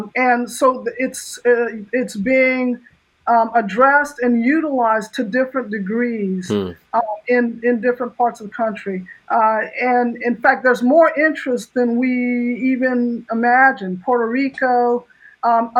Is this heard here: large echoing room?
no